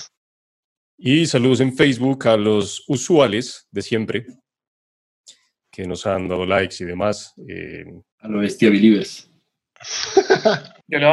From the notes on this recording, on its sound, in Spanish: Episodio grabado el 20 de agosto de 2020 en línea, desde Bogotá Colombia.